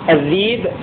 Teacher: الذيب في المواضع الثلاثة بإبدال الهمزة ياء لأن قبلها مكسور